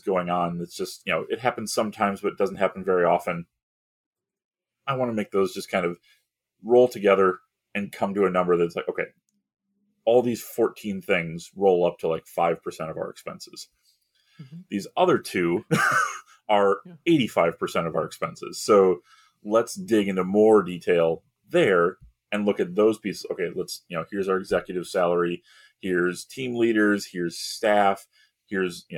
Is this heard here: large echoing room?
no